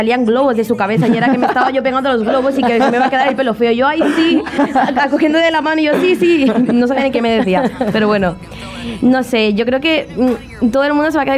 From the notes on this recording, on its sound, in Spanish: un programa especial ese mismo día desde el fòrum